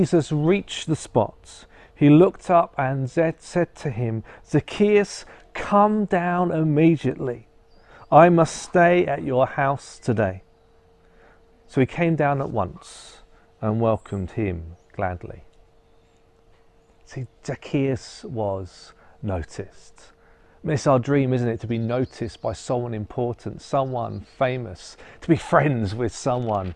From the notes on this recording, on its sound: An audio of the live streamed service